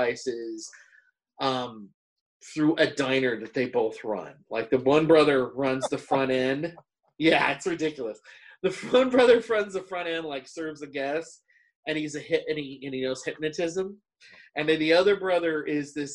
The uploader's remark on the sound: hit Zoom